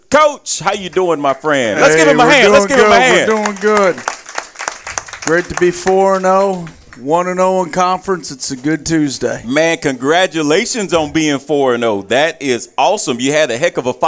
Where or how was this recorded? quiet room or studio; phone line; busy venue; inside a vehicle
busy venue